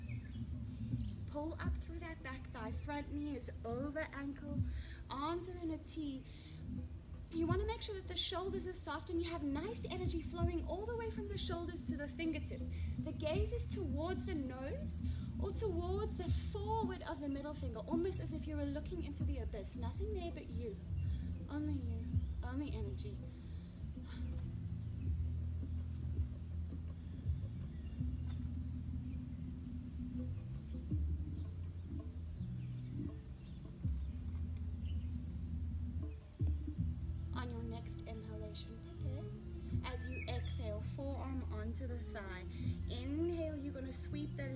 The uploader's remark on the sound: recorded live and outdoors.